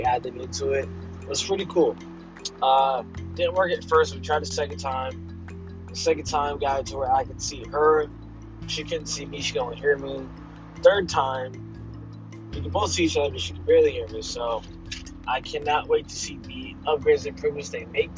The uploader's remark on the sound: Btw I was in my car.